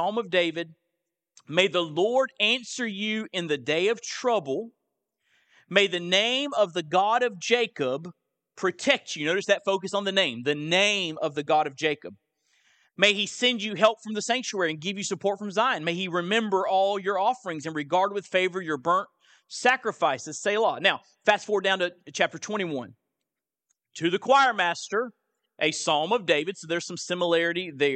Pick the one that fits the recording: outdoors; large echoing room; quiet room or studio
large echoing room